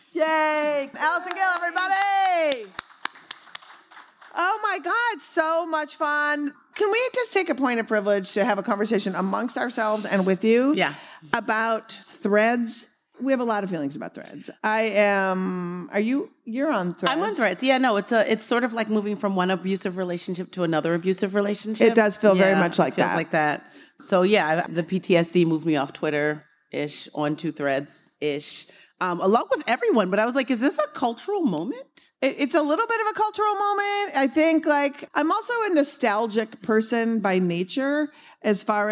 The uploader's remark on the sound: Live From Netroots Nation. AKA the largest gathering of progressive writers, activists, and organizers in America!